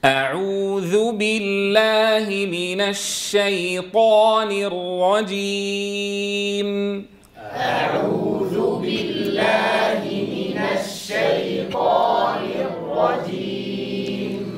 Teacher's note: حنفتح الفم عند الهمزة المفتوحة، نضم الشفتين عند العين المضمومة، يستمر الضم عند الواو لأنه أصل الضم، ثم نحقق مخرج الذال المضمومة مع ضم الشفتين، وهكذا مع بقية الحروف.